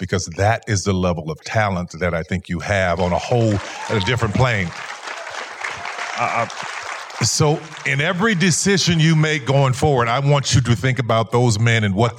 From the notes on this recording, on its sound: in a Q&A at the DGA theater in Los Angeles